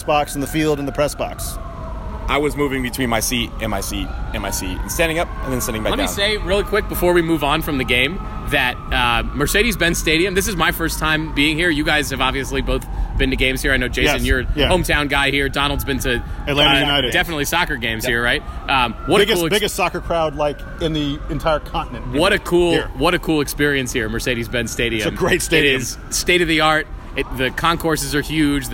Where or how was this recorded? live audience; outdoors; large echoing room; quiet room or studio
outdoors